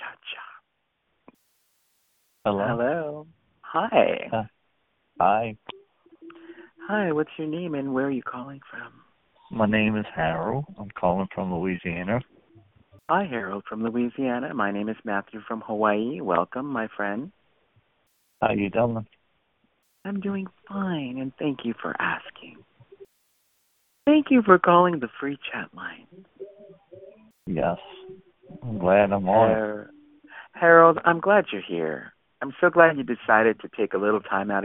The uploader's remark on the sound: Conference Call.